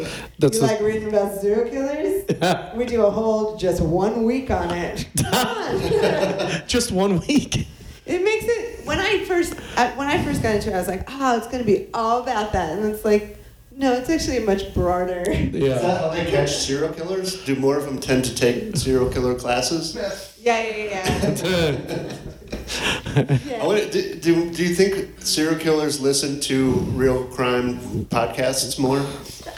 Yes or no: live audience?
yes